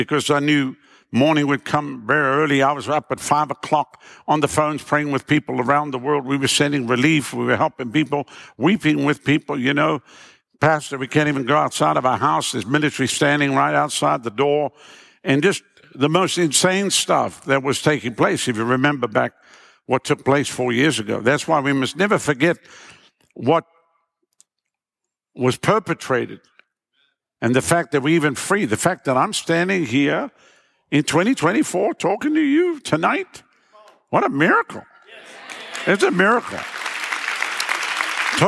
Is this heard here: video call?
no